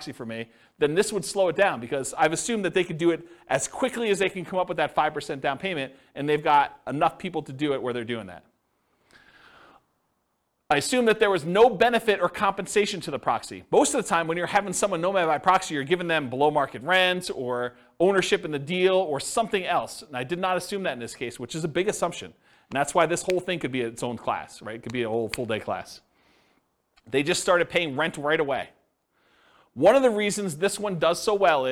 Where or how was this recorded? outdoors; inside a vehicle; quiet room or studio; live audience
live audience